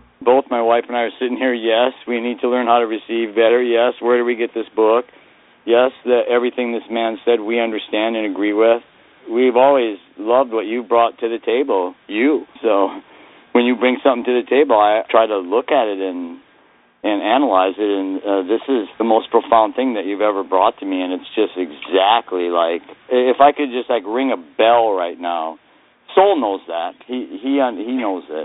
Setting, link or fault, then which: link, phone line